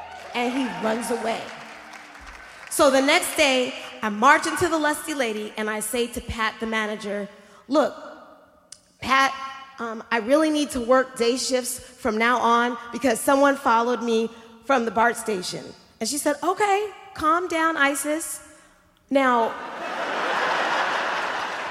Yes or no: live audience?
yes